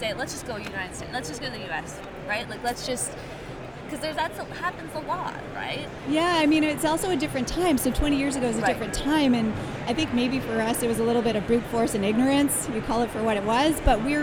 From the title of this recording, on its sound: On location at Collision tech conference in Toronto